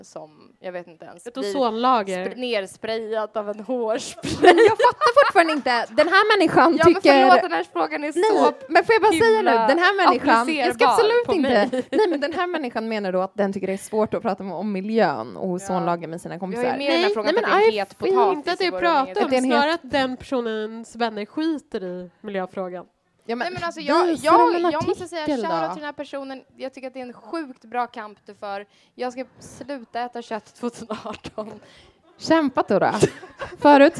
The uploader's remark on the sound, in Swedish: Nu med ett liveavsnitt från vår kväll på Hobo Hotel. Inför publik.